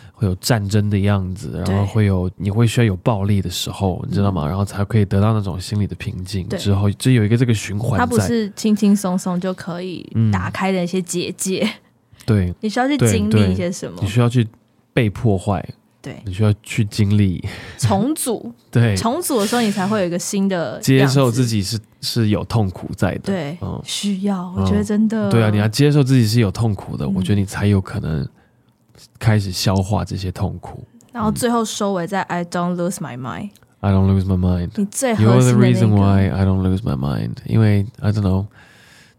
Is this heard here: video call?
no